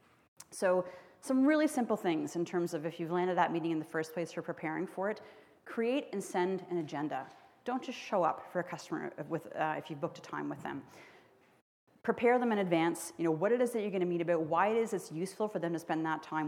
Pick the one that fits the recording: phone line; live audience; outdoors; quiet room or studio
live audience